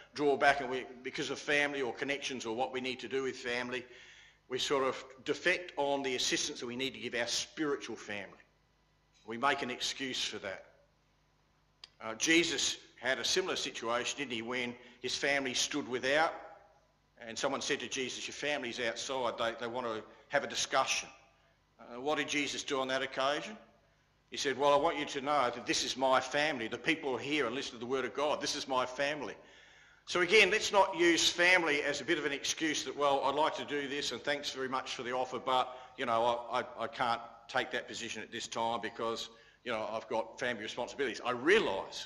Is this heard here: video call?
no